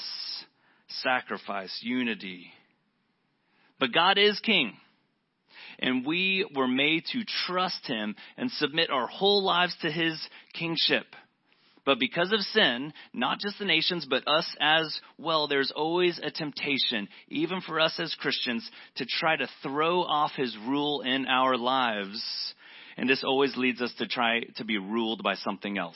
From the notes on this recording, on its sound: This is a podcast from primarily sermons preached at City Church Garland.